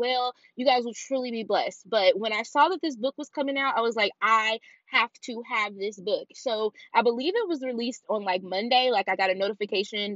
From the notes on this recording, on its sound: This episode is unfiltered, unedited, and literally recorded in my car!